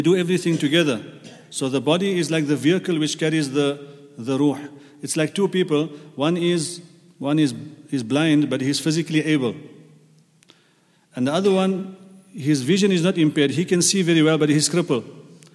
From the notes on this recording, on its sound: at the Houghton Masjid (West Street)